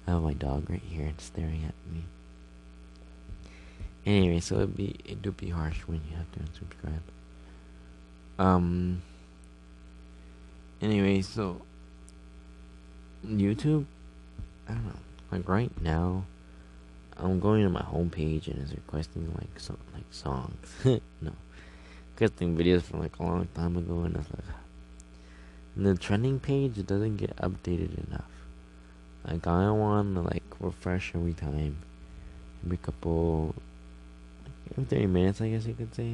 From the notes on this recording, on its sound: Sorry for the buzzing noise I probably plugged it in wrong or maybe cause my phone was charging.